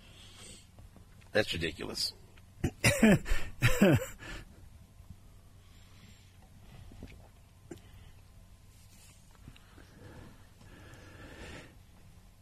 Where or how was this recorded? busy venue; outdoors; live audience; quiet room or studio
outdoors